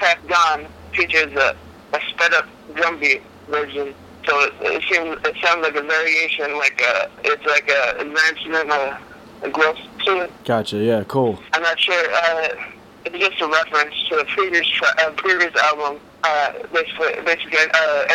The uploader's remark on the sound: on the phone